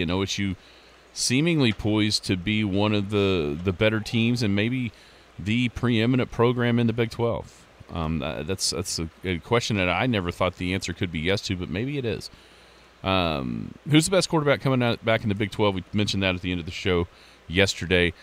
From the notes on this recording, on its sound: live at the Merritt Classic.